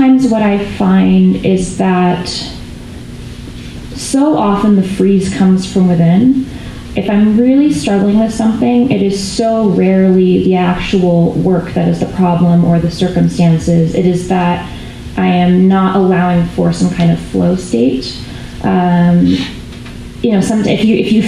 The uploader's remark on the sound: LIVE from the Vail Dance Festival. This episode was recorded at the Manor Vail Lodge.